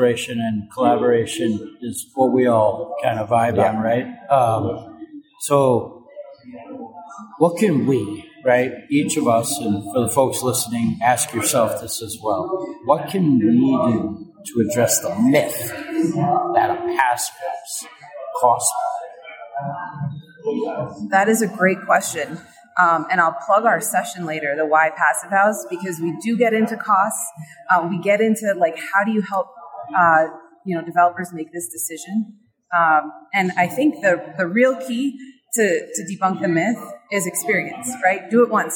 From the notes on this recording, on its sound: recorded at the Passive House Network Conference